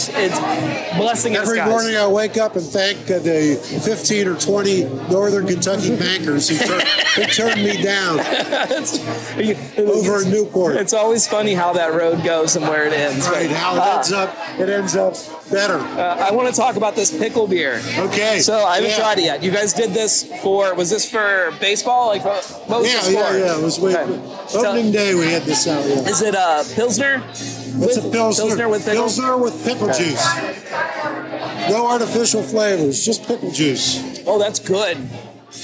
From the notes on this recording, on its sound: I never really seem to learn my lesson about recording shows on location from loud events, do I? This episode is packed full of the chaos you would expect from trying to record during a beer festival. It's loud, a little disorganized, yet a ton of fun.